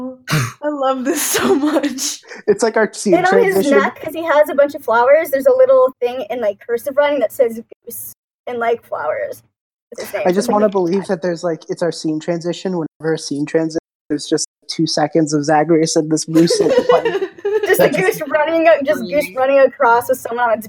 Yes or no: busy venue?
no